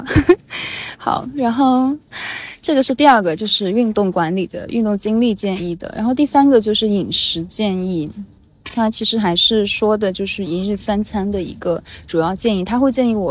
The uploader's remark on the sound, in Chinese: 又坐在神社的树下录了这起播客。录音的时候人们来来去去，说话的声音，水流声，树叶的沙沙声，摇铃铛的声音。